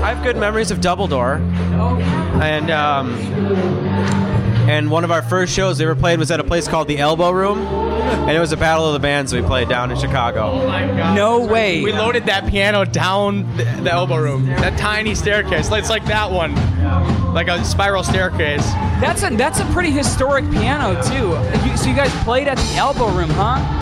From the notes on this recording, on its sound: backstage after their show at Chicago&#8217;s famed Subterranean